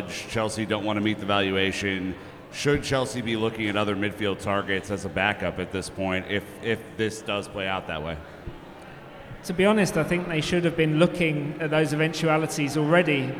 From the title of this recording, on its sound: LIVE from Philly